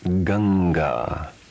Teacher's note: Although it was mentioned that anusvara is used as an ending, it can also be used internally to represent any of the five nasal sounds. Anusvara, followed by a guttural consonant, is pronounced ng without the following a.